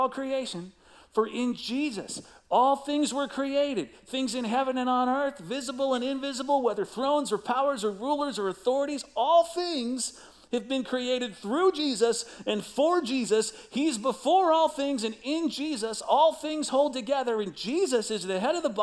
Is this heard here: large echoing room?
yes